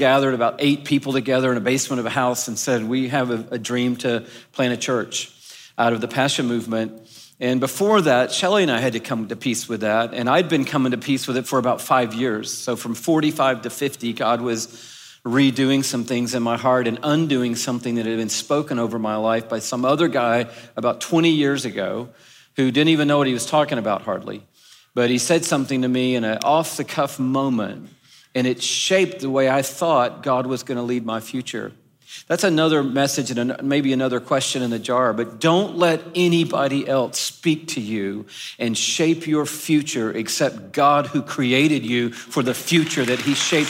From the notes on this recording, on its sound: This conversation was recorded live at The Grove, a gathering for the women of Atlanta, Georgia.